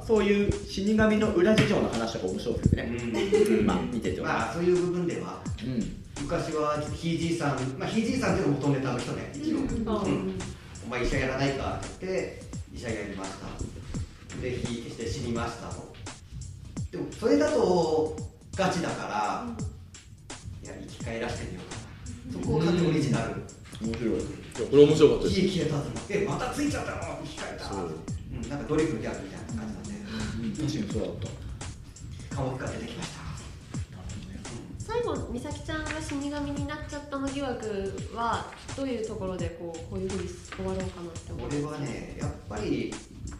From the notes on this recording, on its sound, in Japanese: 広い部屋でマイク２本しか使っていないため、お聞き苦しい部分が多々ございます。